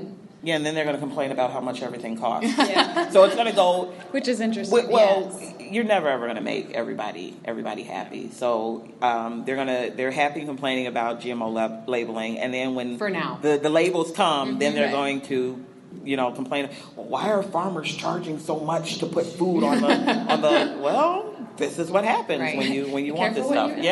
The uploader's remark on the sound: we're doing it live from the Women in Ag conference